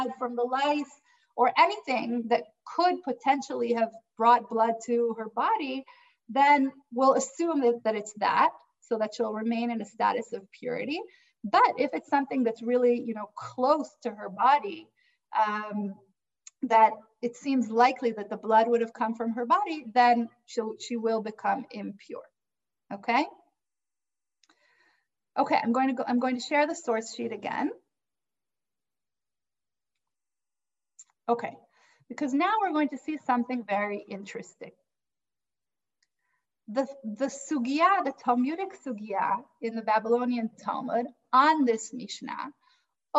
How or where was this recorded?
video call